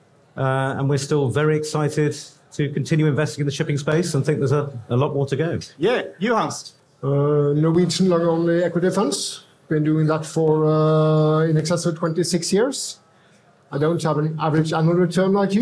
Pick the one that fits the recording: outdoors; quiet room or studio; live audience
live audience